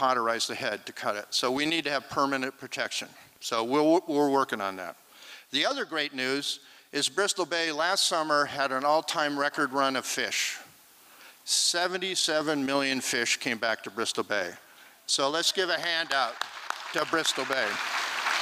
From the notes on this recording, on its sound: This recording was made on Saturday, February 25th, 2023, at the Liberty Theatre in Astoria, OR as part of the FisherPoetry Archive Project.